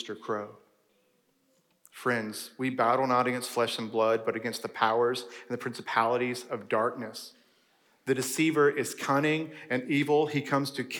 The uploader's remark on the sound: Preached during the Fall 2023 commencement ceremony on December 1, 2023, at #SWBTSGraduation.